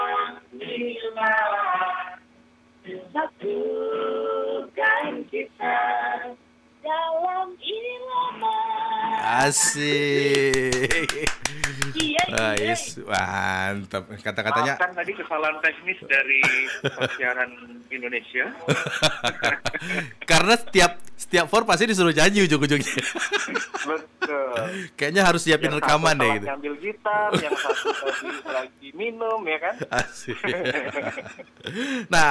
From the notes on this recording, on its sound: Live Phone. Di studio 101.1 FM.